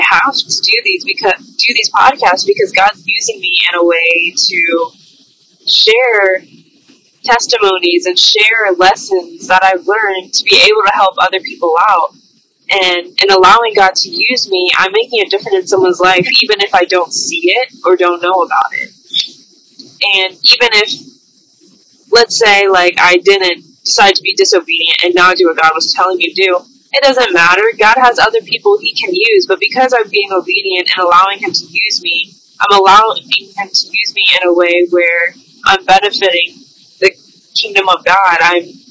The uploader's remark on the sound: Although this episode is not high-quality audio, it is more authentic as if you're on the phone with her.